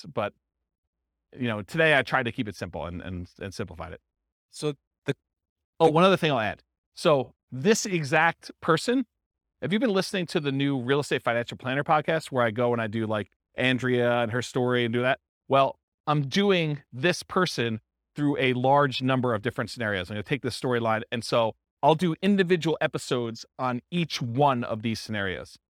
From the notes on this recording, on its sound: This was a live class recorded